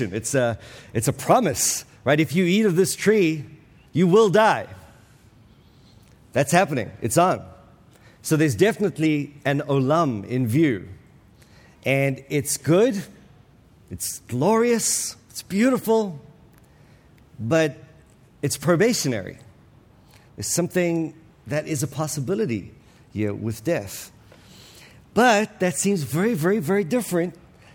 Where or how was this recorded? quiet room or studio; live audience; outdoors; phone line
live audience